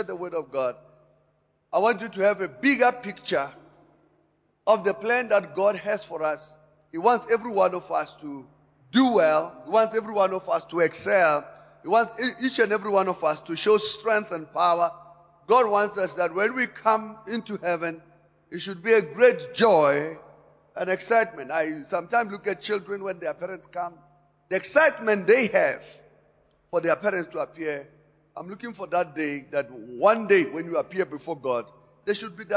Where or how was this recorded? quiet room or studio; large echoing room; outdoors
large echoing room